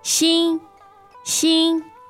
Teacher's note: So first tone is that high and level tone.